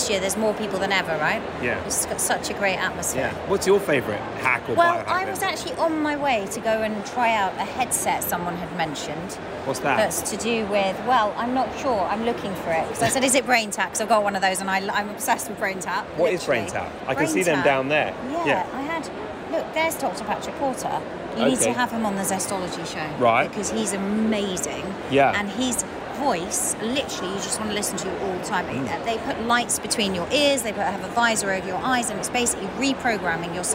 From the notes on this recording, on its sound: LIVE Chat From London's Health Optimisation Summit. A very special conversation that took place live at the event.